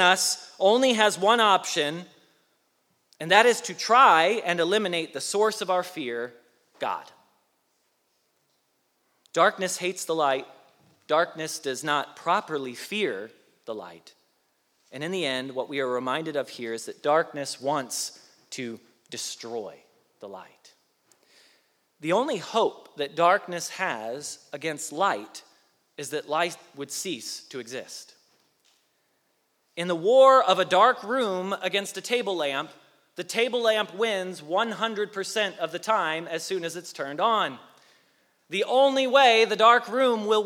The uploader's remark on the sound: Message Preached at Valley Creek Church